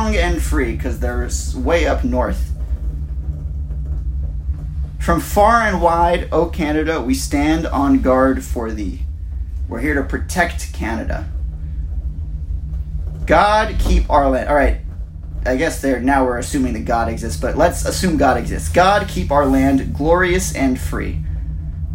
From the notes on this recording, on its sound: Live from a gondola in Mont Tremblant